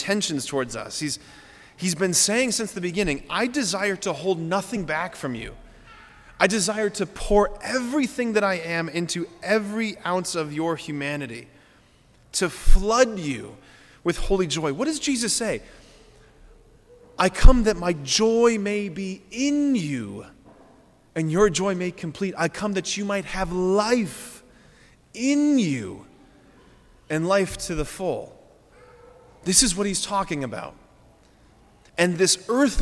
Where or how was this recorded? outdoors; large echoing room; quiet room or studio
large echoing room